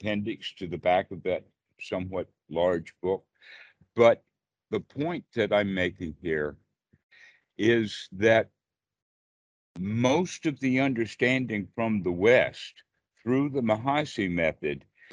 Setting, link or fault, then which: link, video call